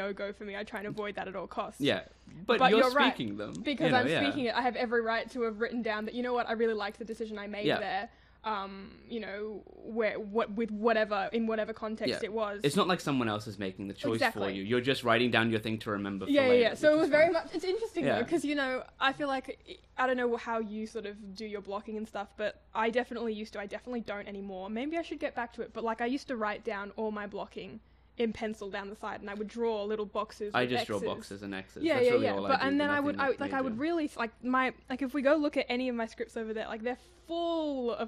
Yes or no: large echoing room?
no